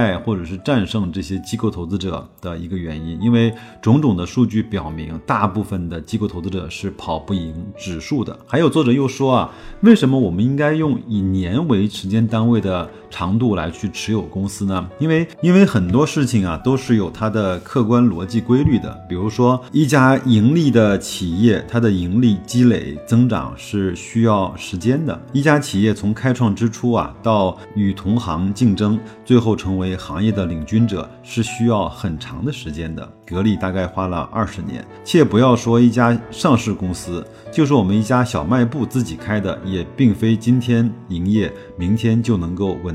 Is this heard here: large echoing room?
no